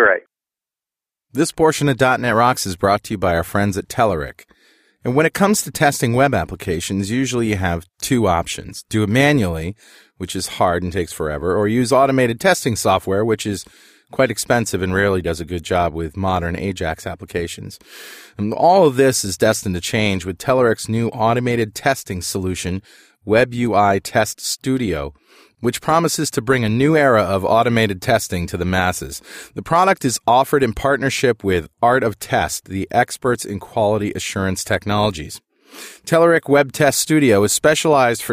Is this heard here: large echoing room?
no